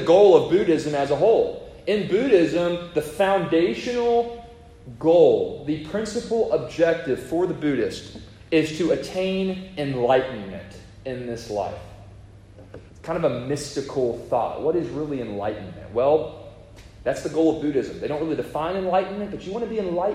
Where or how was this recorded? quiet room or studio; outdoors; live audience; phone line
live audience